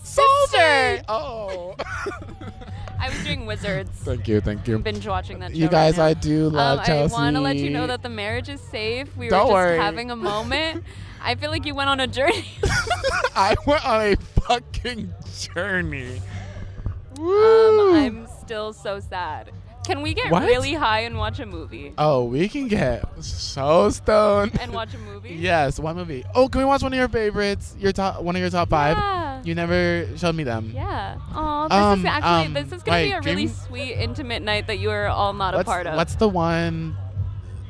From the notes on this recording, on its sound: LIVE from SpringFest. Go to SpringFest to talk to students.